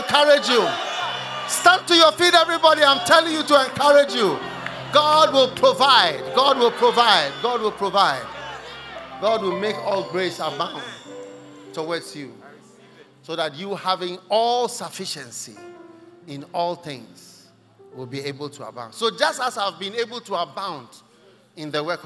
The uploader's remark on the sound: Preached at The Tsalach Night Service, First Love Center, Accra.